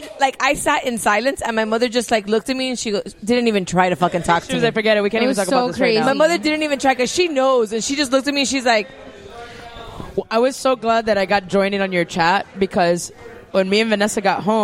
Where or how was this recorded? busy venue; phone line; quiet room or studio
busy venue